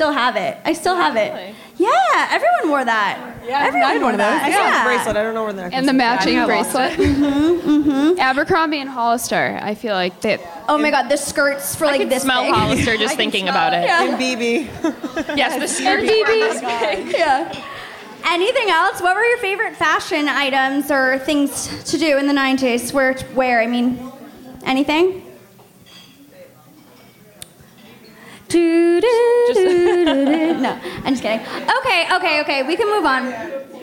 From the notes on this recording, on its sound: For all of you who were unable to make the Live Podcast - you're in luck!